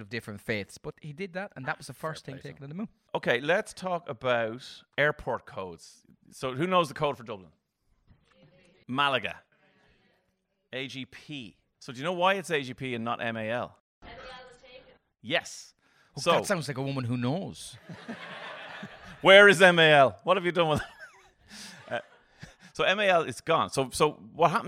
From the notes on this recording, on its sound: Before the launch of season 4, we present a bonus live episode! Recorded in the lovely surrounds of Smock Alley Theatre in Dublin.